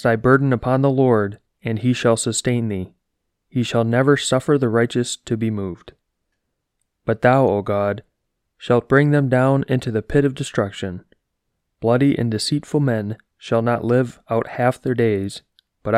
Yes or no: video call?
no